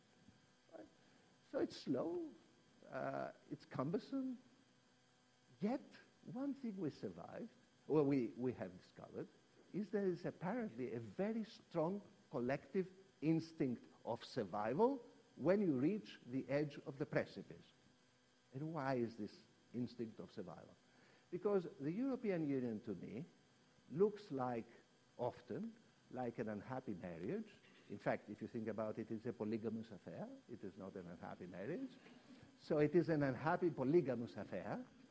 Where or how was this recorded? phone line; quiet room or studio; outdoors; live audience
live audience